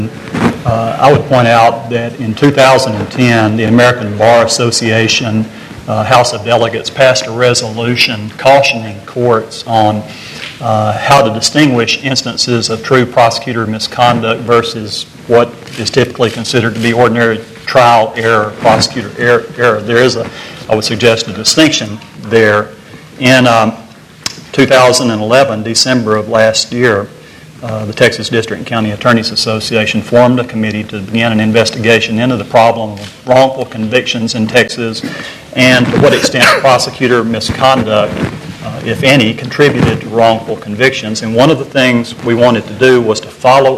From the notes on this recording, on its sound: A panel of four. Panel at The Texas Tribune Festival.